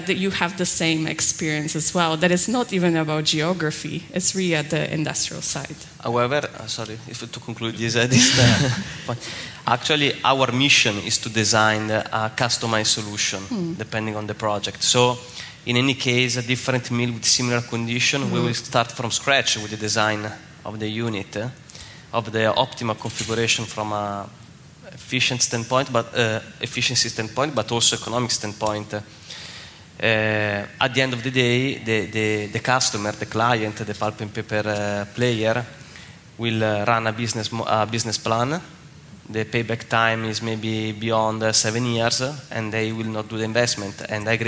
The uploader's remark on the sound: This week’s episode of Watt Matters is a special live recording that formed part of the Euroheat & Power congress in Turin (May 22nd-24th).